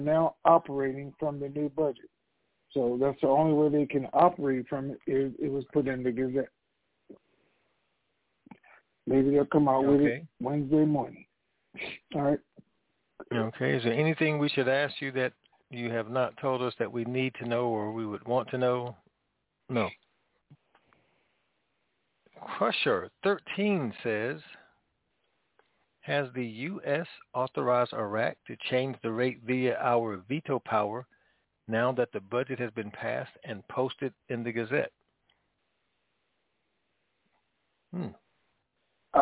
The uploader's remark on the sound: TNT Superfantastic Conference Call